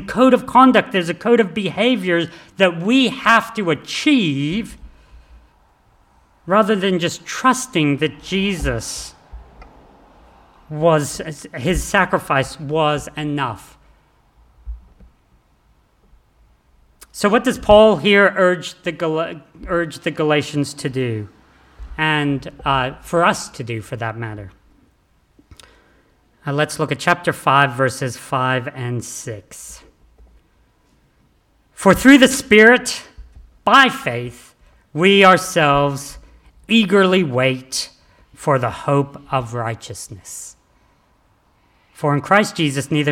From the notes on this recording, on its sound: This sermon was preached on the 10th of December 2023 at all services of Helensburgh and Stanwell Park Anglican Church